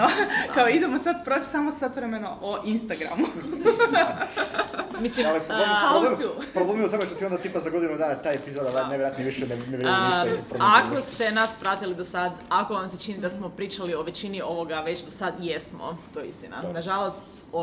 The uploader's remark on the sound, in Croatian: Liburnicon Live. Bili smo na Liburniconu, festivalu ljubitelja znanstvene fantastike i fantastike.